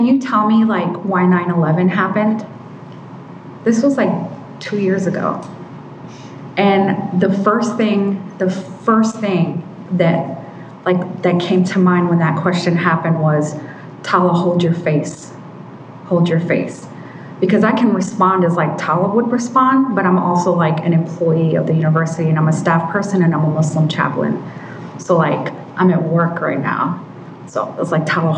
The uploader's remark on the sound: Live from the Cincinnati Playhouse